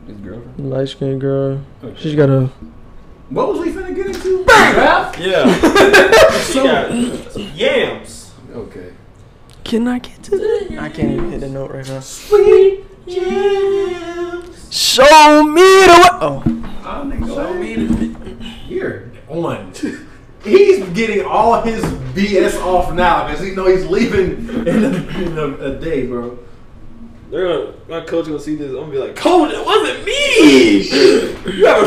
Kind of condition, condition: fault, poor sound quality